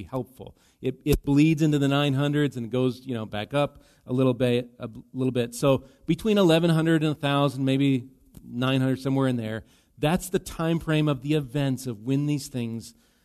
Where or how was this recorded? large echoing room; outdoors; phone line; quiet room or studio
large echoing room